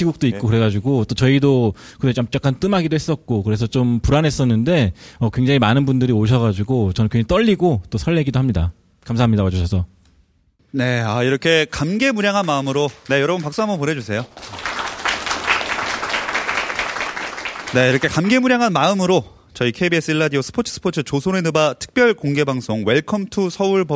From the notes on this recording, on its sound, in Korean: 특별 공개방송 "웰컴투 서울버블"